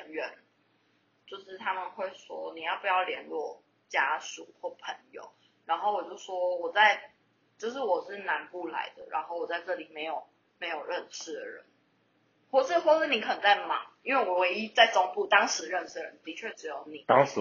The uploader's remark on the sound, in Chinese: 第一次的試錄，有一些音質上的瑕疵煩請見諒～。